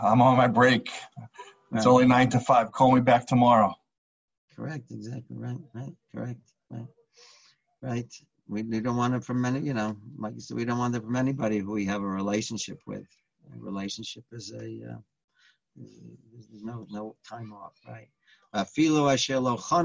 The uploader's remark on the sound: Live On Zoom.